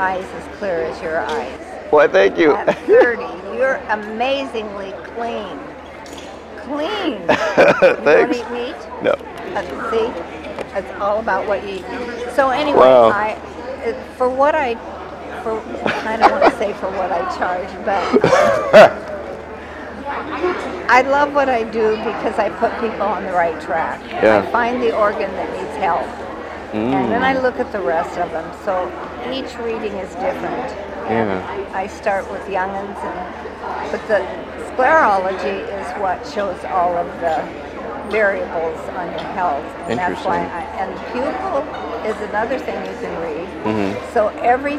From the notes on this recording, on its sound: We continue our chat with some very interesting vendors at the Emerald Spiral Expo in Kent, Washington.